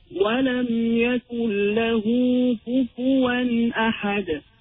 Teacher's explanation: The tanween on kufuwan becomes clear because it is followed by a hamza.